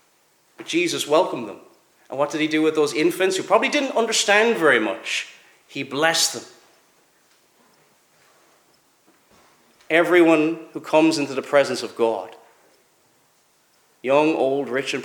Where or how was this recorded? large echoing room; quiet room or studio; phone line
large echoing room